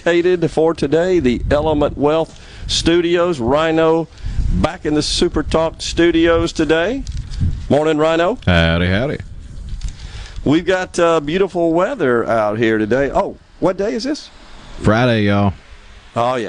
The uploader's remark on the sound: LIVE from Walley Forestry in Ellisville today